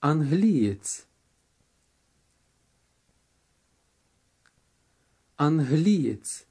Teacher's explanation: Note that the stress is on the ли syllable.